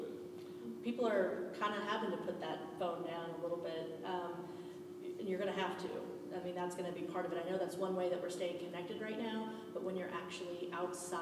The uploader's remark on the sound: This audio was pulled from a FB Live broadcast, so the quality is a little different than normal.